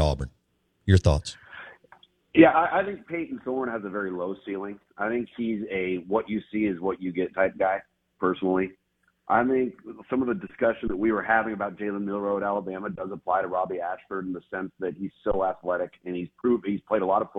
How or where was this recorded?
phone line